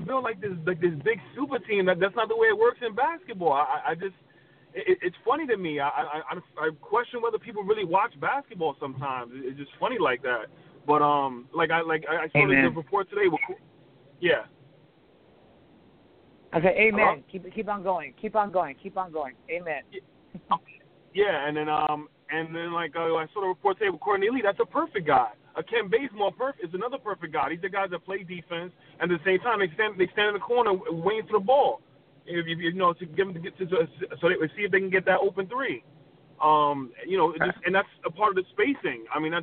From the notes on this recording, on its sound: Tonight we take your phone calls